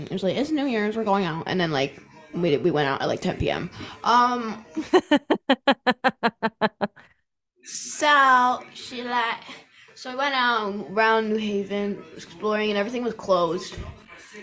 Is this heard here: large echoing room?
no